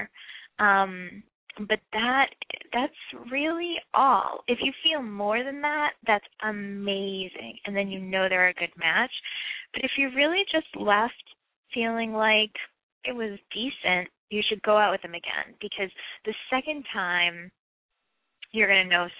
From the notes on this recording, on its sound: Call-in